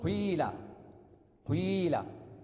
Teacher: أن نحرك القاف من قيل بحركة مركبة من حركتين، ضمة فكسرة، وجزء الضم مقدم وهو الأقل، يليه جزء الكسر وهو الأكثر